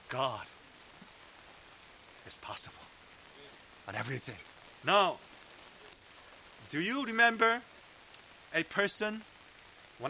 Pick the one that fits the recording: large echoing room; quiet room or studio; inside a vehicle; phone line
large echoing room